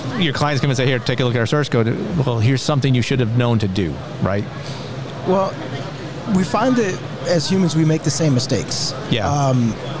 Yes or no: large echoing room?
no